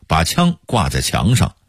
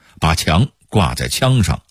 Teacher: 平谷话的显著特点是汉语拼音的阴平与阳平互换 · Shown in: second take · ，这么说您可能听着费劲，举个最有名的例子，北京话说把枪挂在墙上，平谷话说的是把墙挂在枪上，理解了这句话您就算把平谷话的特点给弄明白了。平谷话里有些词儿跟北京话是相反的，只是发音不同而已，比如怀孕平谷话叫双身子，北京话也这么说，还有作牙花子就是发愁，老家贼就是麻雀，老么咔嚓眼的，老粒儿不挑眼，齁闲多少来的就是什么时间来的等等，跟北京话是一样的。但有许多词儿还是有浓厚的乡音的，比如平谷的老人平时挂在嘴边的豆字，豆是旧的意思，我就不去，平谷话是我都不去。此外跟北京话有区别的平谷话还有冲啥是凭啥，另一个是昨天来帕打扑克啥好非常好，孙田真甜，挠叶是熬夜，啥钱走是